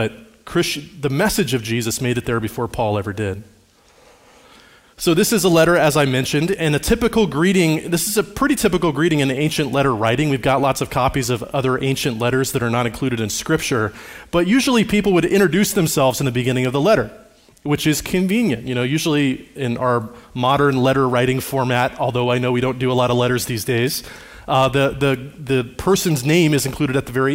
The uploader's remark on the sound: Recorded on Sunday, May 21, 2023, at Liferoads Church in Spokane, Washington.